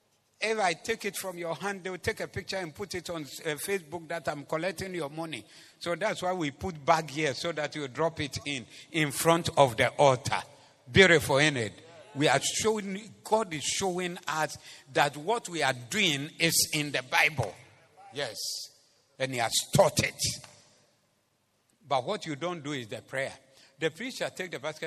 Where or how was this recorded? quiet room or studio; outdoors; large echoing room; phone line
large echoing room